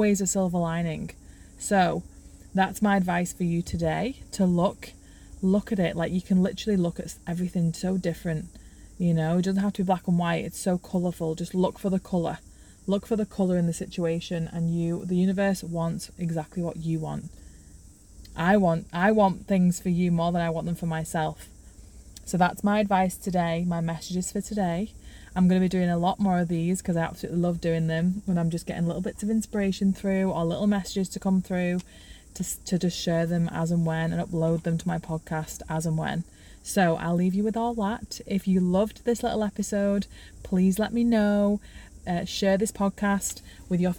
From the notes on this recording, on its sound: I am allowing presence into this episode as I share it from my car.